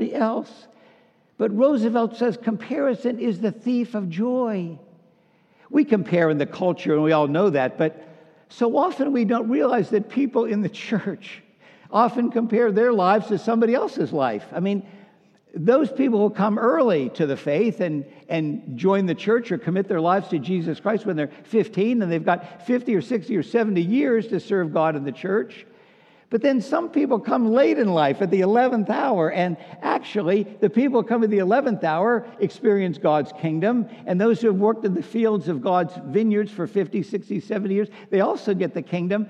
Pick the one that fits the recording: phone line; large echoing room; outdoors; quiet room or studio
large echoing room